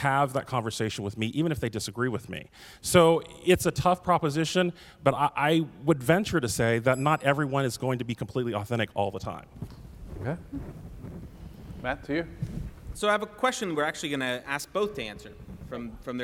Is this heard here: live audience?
yes